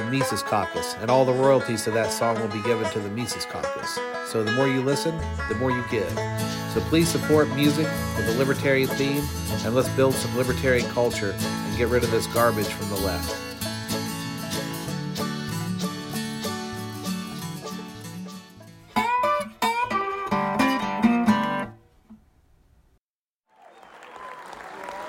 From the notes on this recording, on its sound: LIve FromThe Libertarian Party Convention. Another from my series of recordings I made at the Libertarian national convention in Reno.